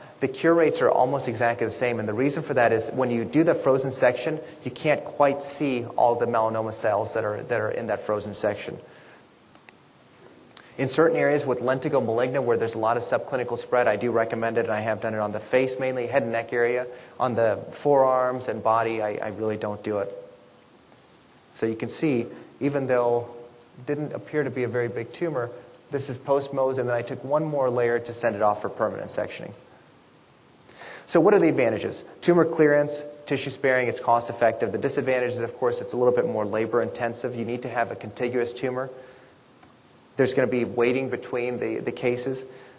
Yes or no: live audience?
yes